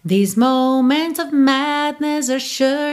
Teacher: o que você vai tentar fazer é colocar o of e o are bem curtinho